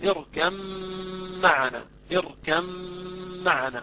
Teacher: الباء هذه تضغم في الميم إضغاما كاملا، فما نقول اركب معنا اركب، لا نقول اركم مباشرة من الكاف ننتقل اركا اركا إلى الميم. الميم تكون هنا مشددة، لماذا؟ لأن الباء قد أضغم فيها إضغاما كاملا، فننتقل مباشرة من الكاف إلى الميم المشددة، فنقول اركم معنا اركم معنا. · Term: إضغام صغير كامل